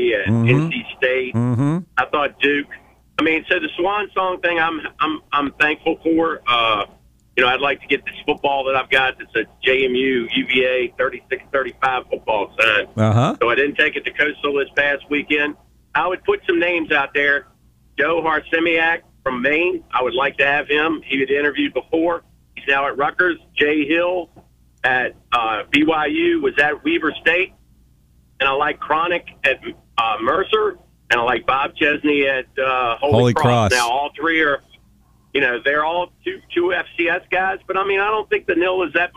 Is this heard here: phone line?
yes